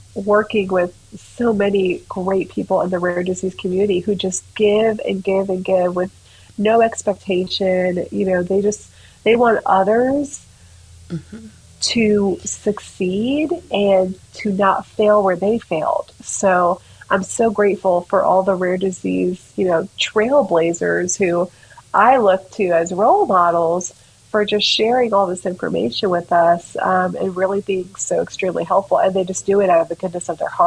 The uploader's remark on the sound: Ignore the sound issues...we can only go up from here!